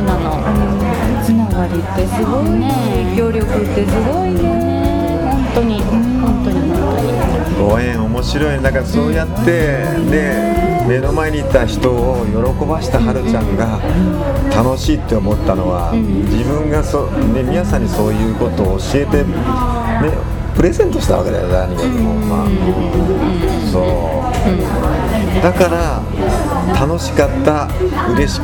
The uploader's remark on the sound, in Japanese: ガストのにぎやかな店内で。対談収録しました。